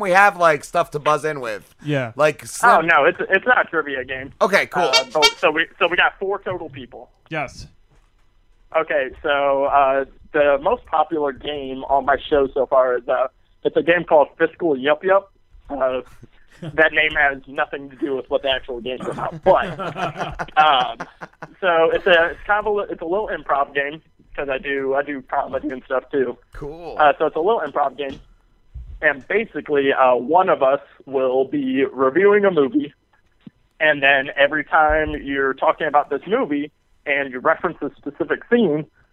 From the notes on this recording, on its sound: called